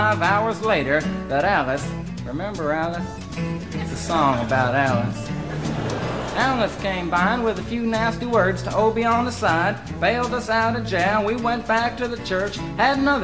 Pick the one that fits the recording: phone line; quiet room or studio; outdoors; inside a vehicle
outdoors